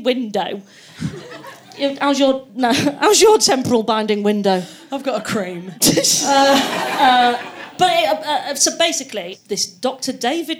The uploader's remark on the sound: on home turf at the Komedia club